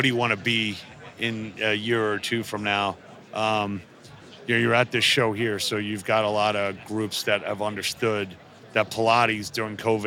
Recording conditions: busy venue